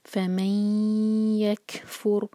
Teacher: میم کو ہم یہاں سے جوڑیں گے، ادغام کریں گے، دو سیکنڈز کا ٹائم دیں گے، آواز کو ناک سے نکالیں گے، فمیکفر. اور یہاں پر را ساکن ہے، را ساکن سے پہلے دمہ، تو را ہمارا ہیوی ہونا چاہیے، فمیکفر.